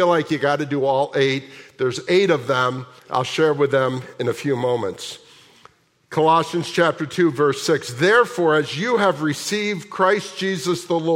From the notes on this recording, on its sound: at the January 14, 2024 Sunday morning services of Boca Raton Community Church in Boca Raton, Florida